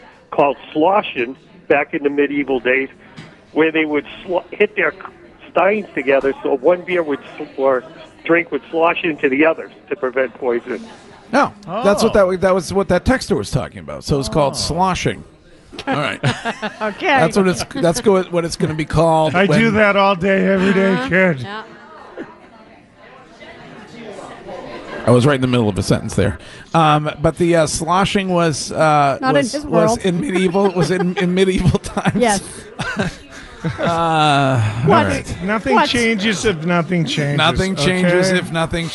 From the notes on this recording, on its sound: Broadcasting live from The Capital Grille